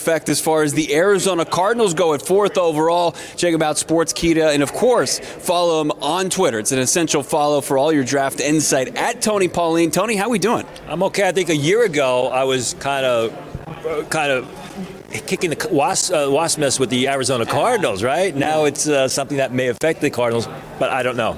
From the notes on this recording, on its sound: LIVE from the Senior Bowl for the PHNX Cardinals podcast!